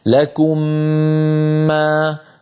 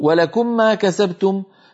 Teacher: هو أدغم الميم في الميم لكنه لم يأتي بغنتها المطولة · Shown in: second take · هذا خطأ.